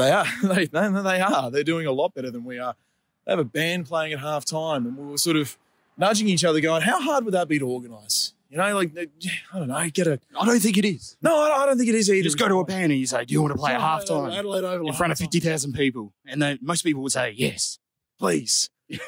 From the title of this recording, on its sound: Post game walk and talk